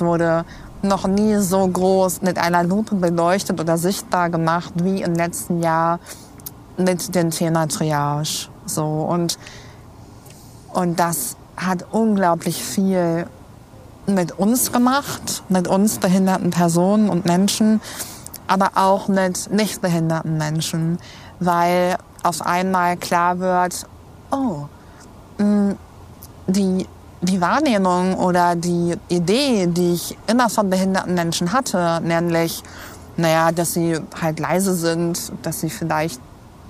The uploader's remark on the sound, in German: Da wir diese Folge in der Stadtnatur aufgenommen haben.